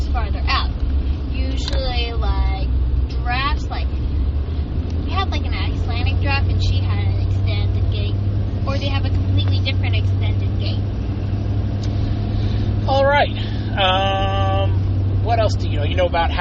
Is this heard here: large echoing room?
no